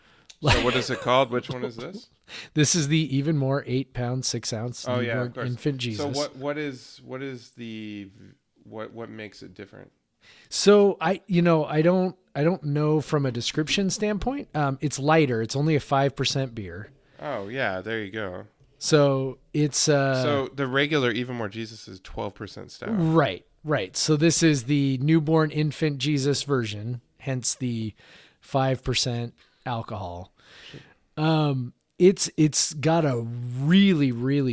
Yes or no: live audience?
no